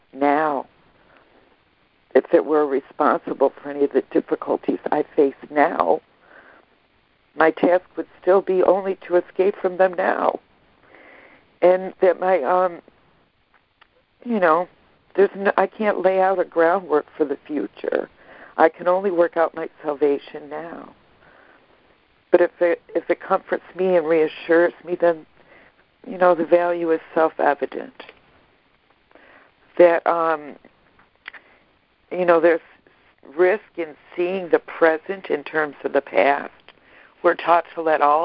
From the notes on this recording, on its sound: ACIM Daily Conference Call